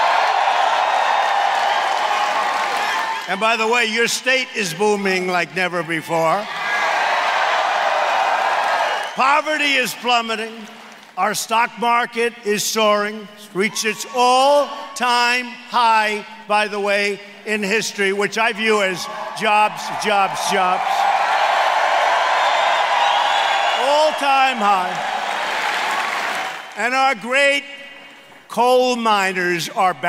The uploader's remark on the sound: Campaign Rally in Wheeling, West Virginia